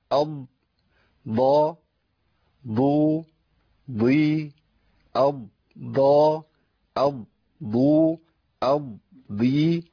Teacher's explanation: الضاد المخرج بتاعها فين؟ داخل الفم. وانا بعمل اطباق، فبالتالي بينحصر الصوت جوه ايه؟ جوه الفم.